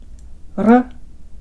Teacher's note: 舌の先を震わせる音